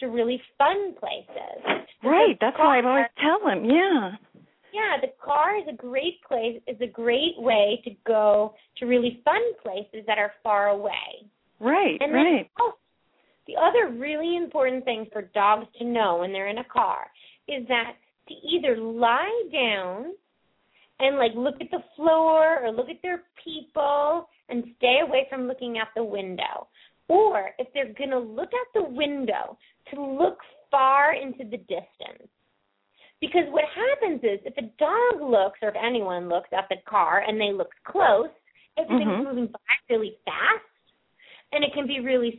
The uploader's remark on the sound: open up the lines for listeners to call